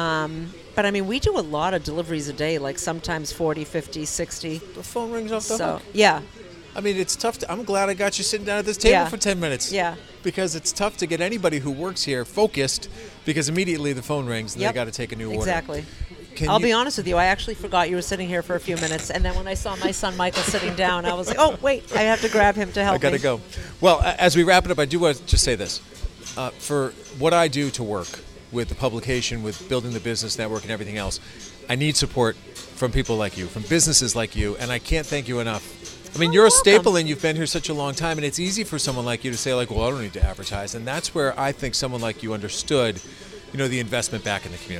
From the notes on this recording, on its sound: chat from a booth at Islington Pizza